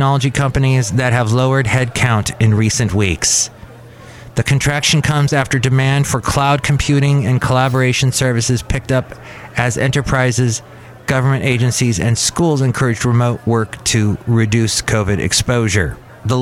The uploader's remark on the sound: podcasts live from Cafe Anyway